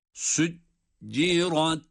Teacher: Sonra da ra kalın, ta ince.